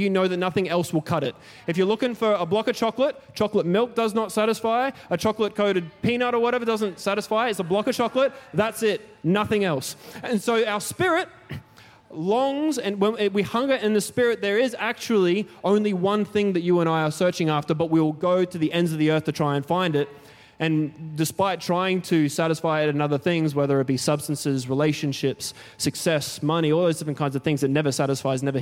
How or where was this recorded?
large echoing room